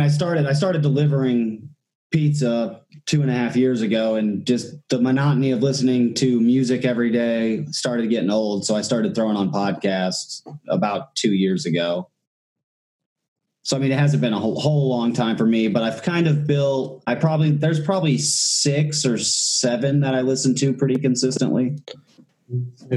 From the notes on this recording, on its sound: Do their first ever zoom call for the show. They are based out of Southern Australia and are new to podcasting as well.